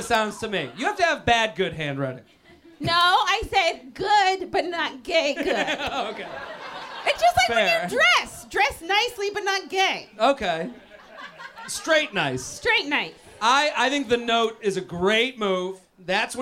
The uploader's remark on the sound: LIVE From The Village Underground